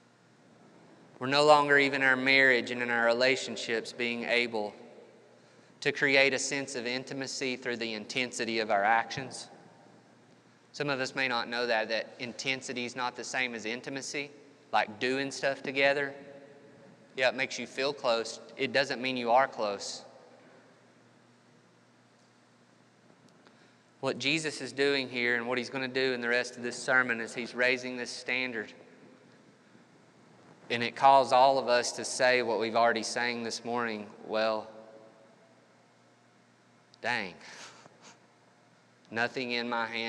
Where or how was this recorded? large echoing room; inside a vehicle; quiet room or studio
large echoing room